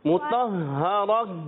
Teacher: तो की अदायगी पुर रहना चाहिए, यानी ता और तो इसमें वाजे फर्क हो